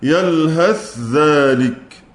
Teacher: يبقى عندي ورش وابن كثير وهشام يقرؤون بإظهار الذال عند الثاء عند الذال في قوله تعالى يلهث ذلك، هكذا أظهر الثاء ثم آتي بالذال. قالون له وجهان، الإظهار والإدغام، يلهث ذلك ويلهث ذلك.